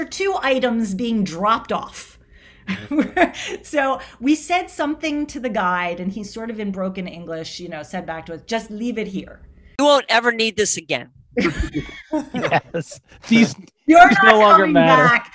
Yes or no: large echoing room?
no